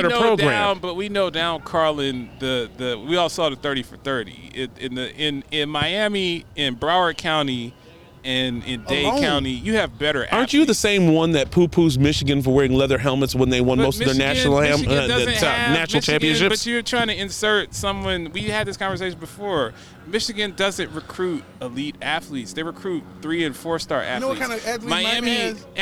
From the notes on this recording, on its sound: LIVE from Horizon Field in Nashville, TN